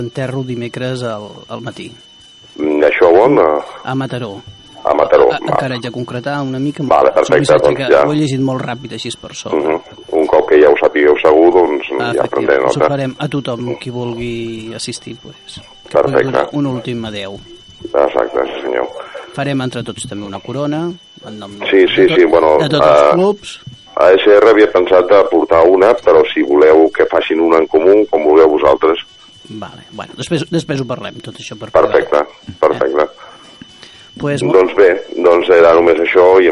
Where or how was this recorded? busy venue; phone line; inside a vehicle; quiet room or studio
phone line